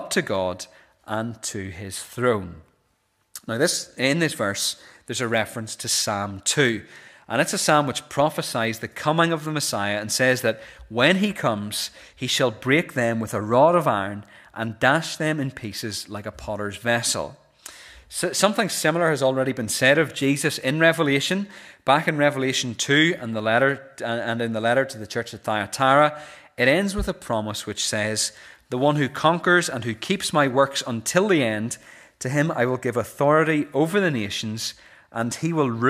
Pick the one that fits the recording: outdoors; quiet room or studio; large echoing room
large echoing room